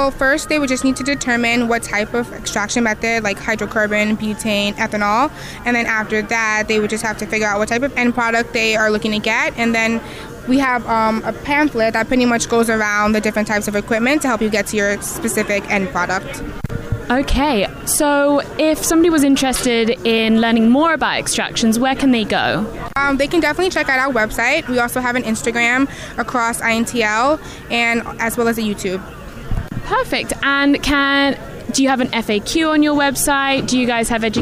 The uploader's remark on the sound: From The 2019 USCC Expo